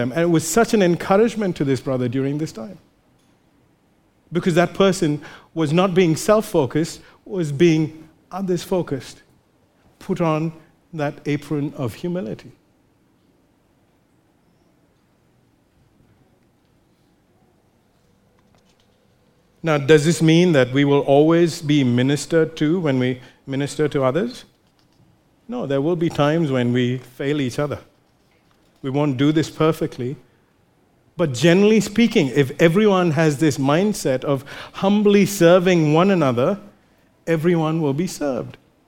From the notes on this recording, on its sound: recorded live at Grace Community Bible Church